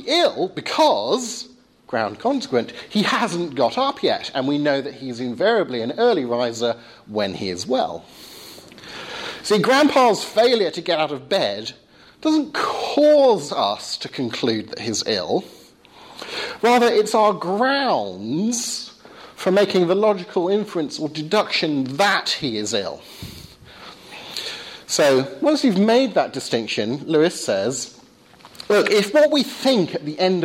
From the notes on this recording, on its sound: Second part of a lecture delivered at St. Michael's College, Cardiff.